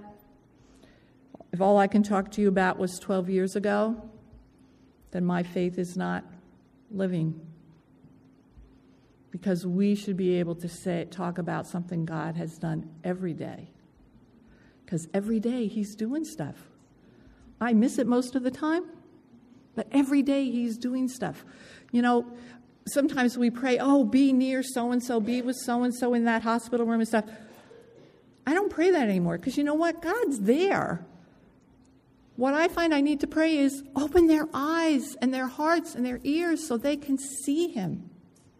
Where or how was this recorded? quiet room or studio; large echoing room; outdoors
large echoing room